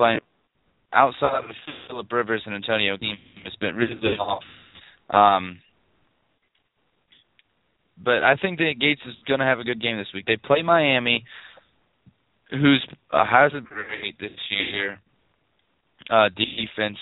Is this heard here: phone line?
yes